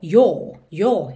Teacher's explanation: O próprio inglês britânico, ele já fecha um pouquinho mais esse som do o.